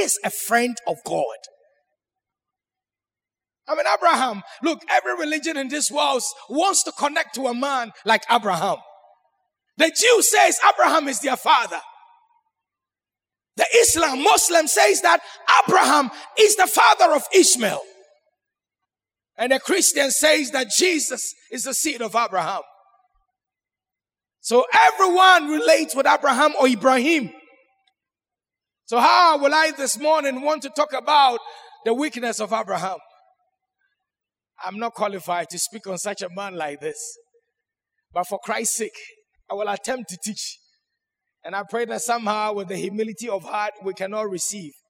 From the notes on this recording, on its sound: Sermon preached at CBC Shiashie Campus